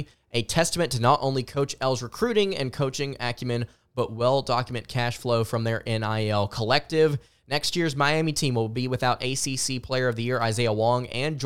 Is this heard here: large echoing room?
no